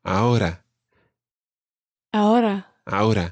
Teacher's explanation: the R in ahora isn't really rolled. It's more like a flick that happens somewhere just above your teeth.